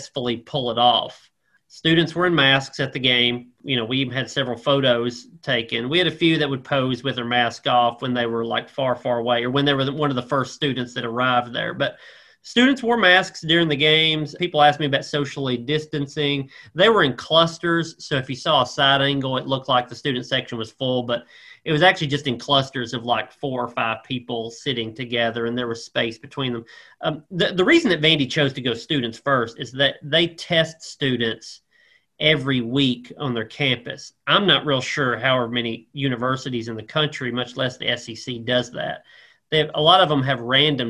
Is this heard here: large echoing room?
no